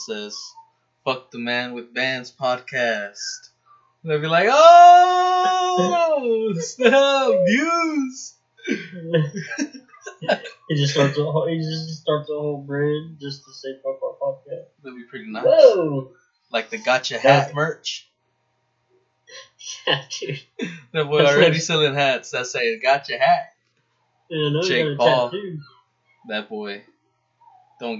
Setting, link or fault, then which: fault, sounds in the background